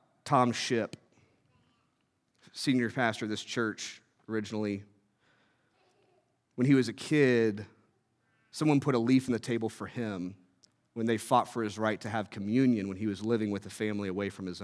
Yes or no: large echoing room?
yes